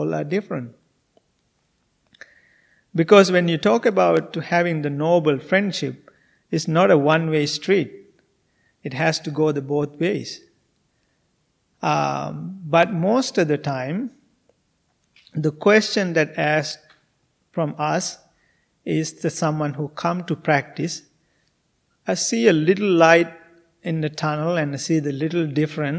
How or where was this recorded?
large echoing room